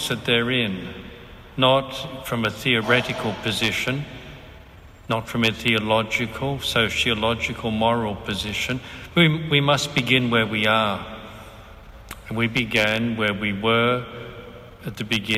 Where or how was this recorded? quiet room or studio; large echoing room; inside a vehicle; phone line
large echoing room